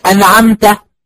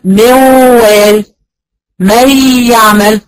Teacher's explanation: بنطق النون من مخرجها وبطلعها واضحه وصريحه، فبتبقى الغنه مش واضحه قوي · Shown in: first take · Term: الغنه الناقصه